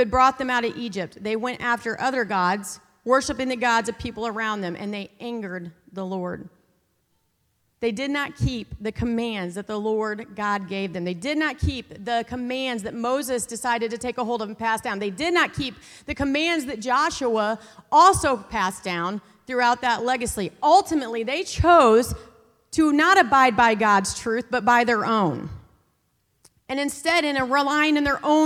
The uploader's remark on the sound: This content was featured at the 2023 Campus Ministry United Workshop: Beautiful Feet. Hosted live at The Crossings Church St. Charles County in O’Fallon, MO, near St.